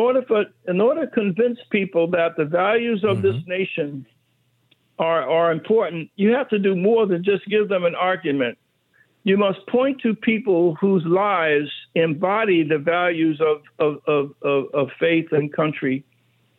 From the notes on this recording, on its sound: In the final hour we take your calls in open phones across America.